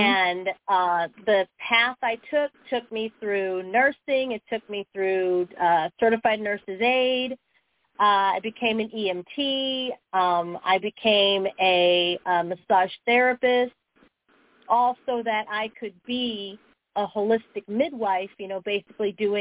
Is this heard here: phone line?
yes